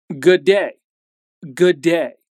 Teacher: good ends in D and day starts in D. So it just makes sense that we connect those sounds